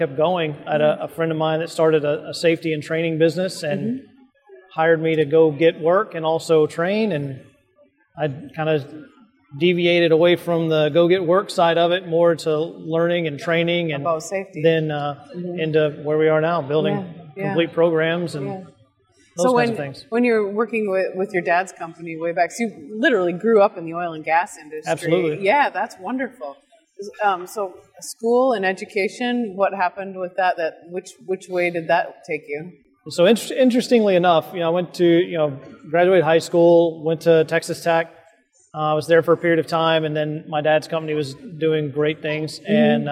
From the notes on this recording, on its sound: NSC Live. Live from the Expo floor of the NSC Congress.